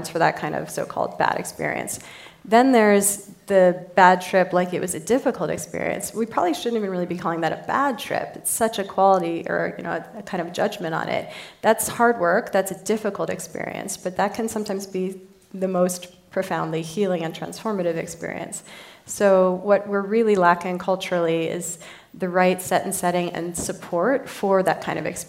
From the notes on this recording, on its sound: A special recording from our sixth annual revitalize event , which was held in Dove Mountain, Arizona, in June. A special recording from our sixth annual revitalize event , which was held in Dove Mountain, Arizona, in June. The insights we learned on the main stage this year were too good not to share.